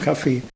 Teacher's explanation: Das Wort Kaffee spricht er selbstverständlich mit Betonung auf dem zweiten Vokal aus.